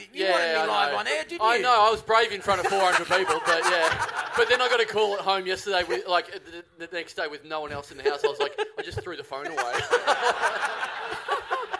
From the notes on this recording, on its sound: It's the final week of our month-long stint of live shows in Melbourne